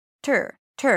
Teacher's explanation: The second syllable is basically a T, schwa, R